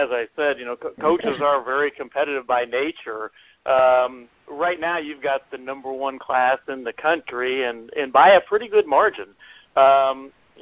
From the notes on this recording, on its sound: held a conference call with reporters